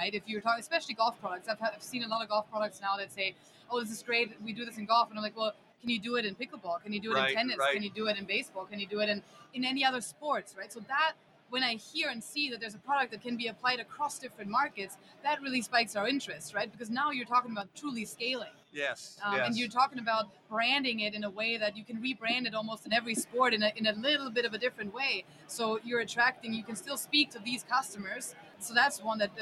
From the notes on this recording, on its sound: Live From The 2024 PGA Show Media Stage! Recorded six conversations with golf industry innovators on the Show Floor Media Stage.